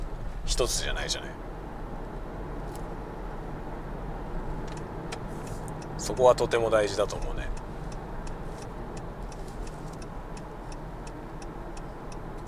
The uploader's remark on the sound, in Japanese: 車運転しながら雑談。仕事で訪問先へ向かう車内で運転しながら録音したものです。